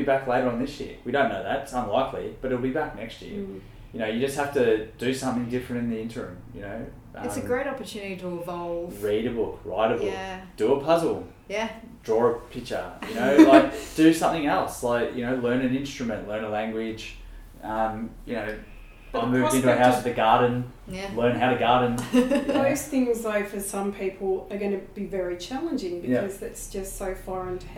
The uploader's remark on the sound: Please note due to social distancing measures we were sitting quite apart from each other so you may need to bump up your audio a little to hear us!